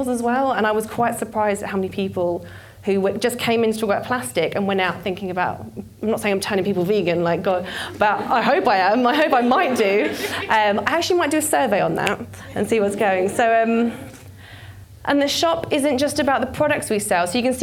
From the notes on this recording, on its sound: This was recorded at Vevolution Topics: Environment in 2018